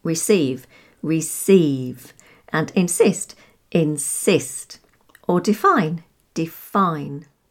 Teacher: verbs and prepositions have the stress on the second syllable